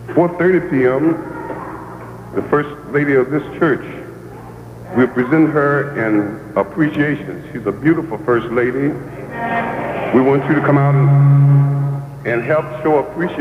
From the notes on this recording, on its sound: Recorded live at Rose of Sharon Community Baptist Church.